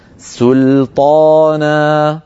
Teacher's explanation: بسين ولام مرققتين ثم طاء ومفتوحة مفخمة بعدها ألف مفخمة أيضا